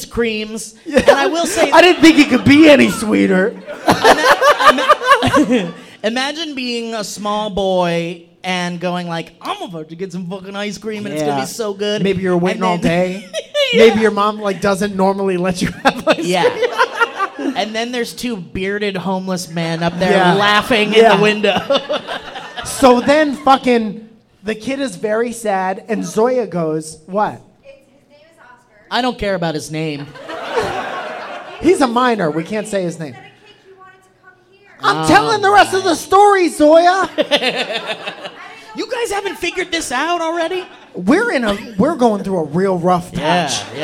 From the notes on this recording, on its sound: LIVE! - At The Soda Parlor, Nashville TN. Performed LIVE at The Soda Parlor in Nashville Tennessee!